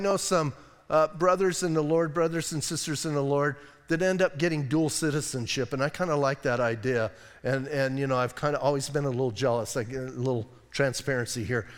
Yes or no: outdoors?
no